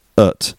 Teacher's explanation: ut is at, but with a weak sound, with a schwa sound, not at, but ut.